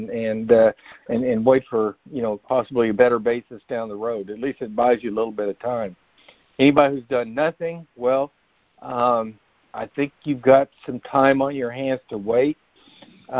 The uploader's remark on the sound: Monthly Conference Call